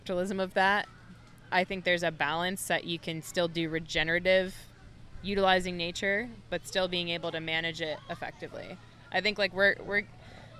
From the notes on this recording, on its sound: Recorded on the beach in Surfside, Florida on Earth Day.